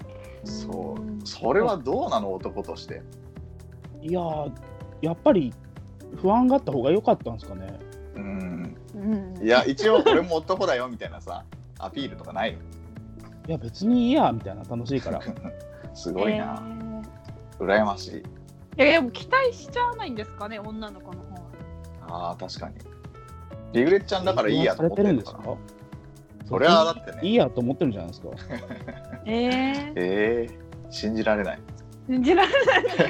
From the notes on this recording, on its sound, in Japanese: 初のスカイプ収録なので音量バランスとかどうなってるか不安です。